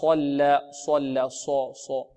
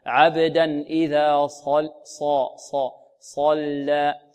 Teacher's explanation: إذن هناك فرق بين ص وبين س، ص س. إذن صاد مفخمة مطبقة بدون ضم الشفتين · Shown in: second take